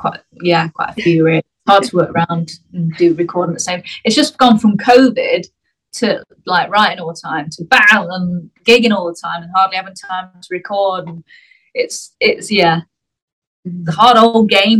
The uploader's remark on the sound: I sat down over Zoom